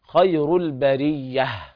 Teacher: فالياء هنا مضغمة في الياء